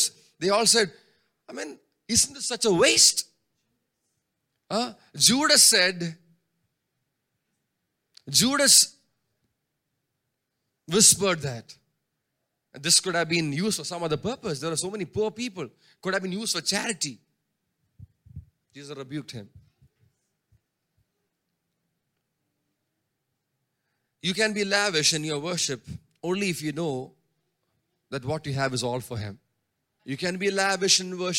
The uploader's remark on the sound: preached at Sunday Service on 14 May 2023 at Revelation Church